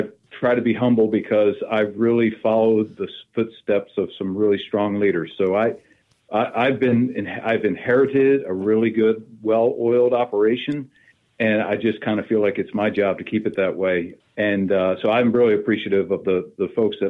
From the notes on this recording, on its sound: We hopped on the phone